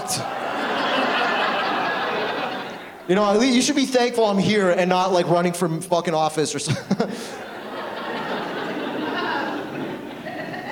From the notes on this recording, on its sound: Angels Live In My Town comedy event “One Night Only 2” was recorded on June 24th 2023 at The Sanctuary Centre for the Arts in beautiful downtown Ridgeway/Crystal Beach.